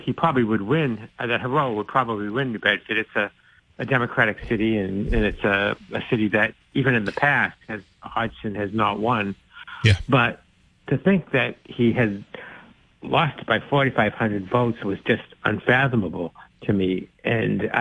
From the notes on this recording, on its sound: takes calls from the audience